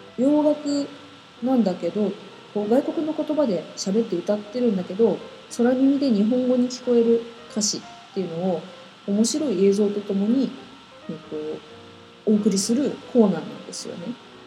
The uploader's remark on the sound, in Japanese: パソコンのフィンが回っちゃって雑音多いです